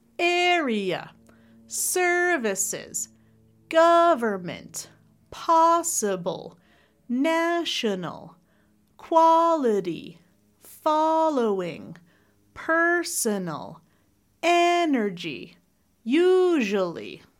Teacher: the top three-syllable words where we're stressing the first syllable. There's going to be three syllables.